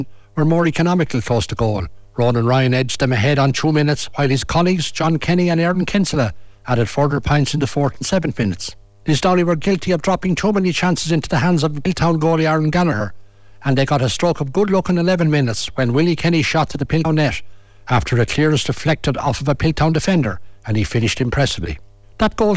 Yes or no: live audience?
no